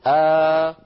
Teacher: أبدل الثانية الساكنة حرف مد مجانس لحركة الهمزة الأولى